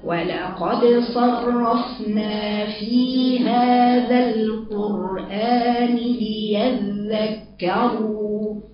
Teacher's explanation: الصاد فيها استعلاء وفيها اطباق